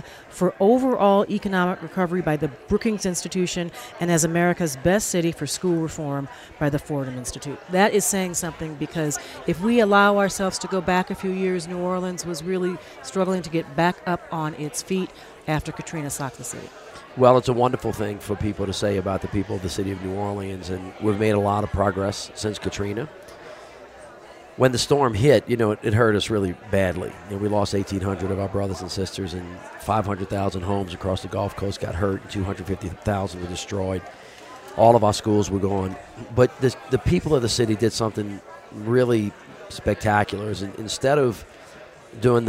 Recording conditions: busy venue